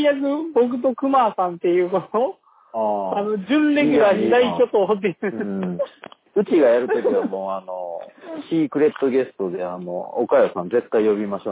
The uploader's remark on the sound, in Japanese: 探偵が電話を録音した音源なので、音質が良くありません。